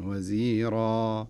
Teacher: قبلها وأخاه هارون وزيرا، أقول وزيرا فقلنا، هذا في حالة الوصل، لكن لو وقفت عليها هنا التنوين يذهب في حالة الوقف، ويعوض هذا التنوين، تنوين الفتح، بألف، وهذه الألف يمد مقدار حركتين، مد طبيعي، فلا نقول وزيرا خطأ أو نقول وزيرا بتر، لا، نقرأها بحركتين وزيرا. · Term: مد عوض